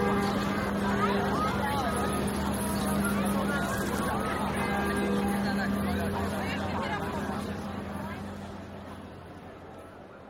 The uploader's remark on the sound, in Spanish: El sonido caótico de la plaza, invadida de turistas haciendo una enorme fila para entrar a conocer Notre Dame de Paris. Pero aquel medio día tan caluroso, por primera vez estaba allí con mi teléfono inteligente y un micrófono estéreo entre el bolsillo.